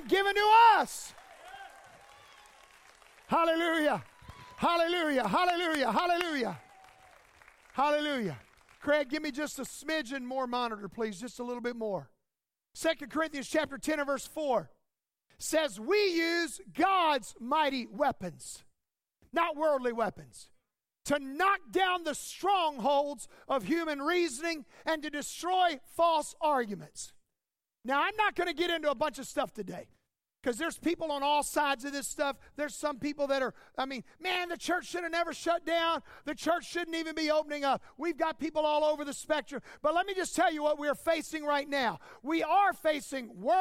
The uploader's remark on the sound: As we returned to our live in-person services this week